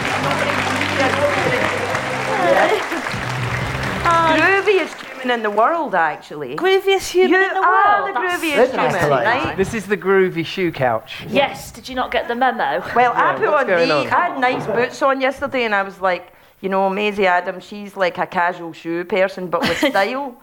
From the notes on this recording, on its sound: Recorded live at the Edinburgh Fringe.